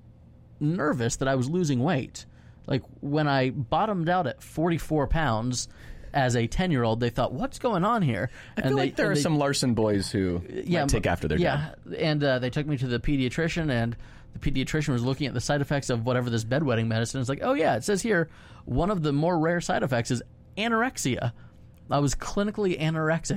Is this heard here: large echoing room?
no